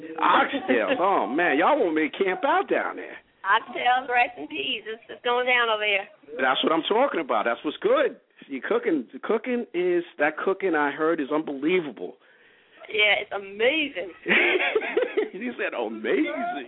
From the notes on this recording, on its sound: calling in Live from Phase 365